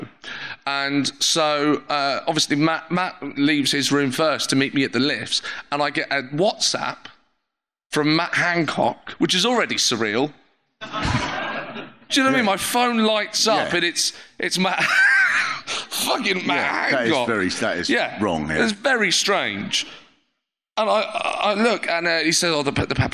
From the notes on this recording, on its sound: Live Special. A LIVE recording of the podcast.